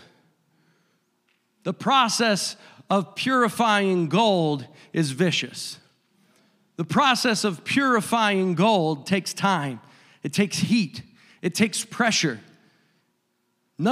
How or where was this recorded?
large echoing room